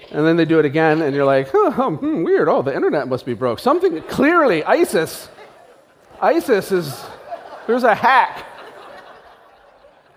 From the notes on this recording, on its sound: (live event recording). Listen behind the scenes at a live event. Spoke to 600 new entrepreneurs.